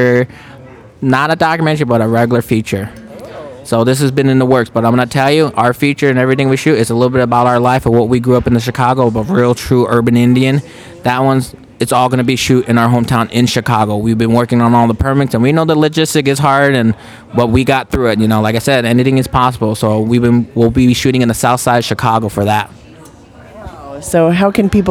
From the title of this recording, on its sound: Live from deadCenter